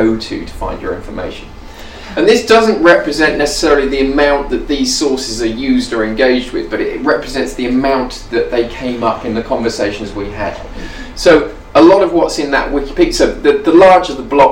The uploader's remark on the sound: speaks at the SRHE Digital University Network event